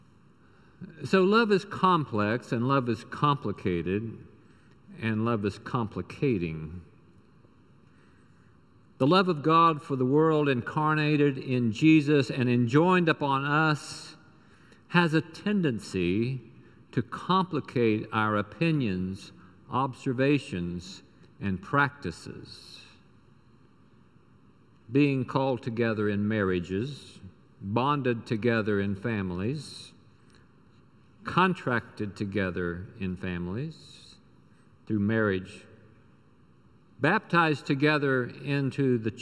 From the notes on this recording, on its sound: Recorded live during the Sunday worship service.